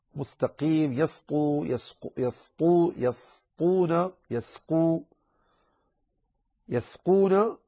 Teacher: والسين مستقيم عليك أن تنتبه لها لأن السين هنا تأتي قبل القاف والقاف مفخمة فقد تؤثر عليها